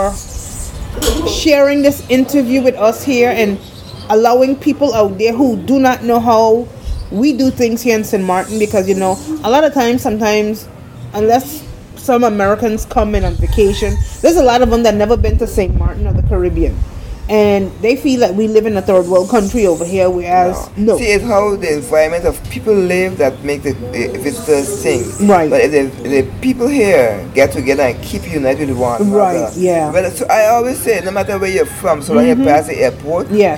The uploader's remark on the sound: This interview was recorded on the island of Sint Maarten/Sint Martin in her back yard.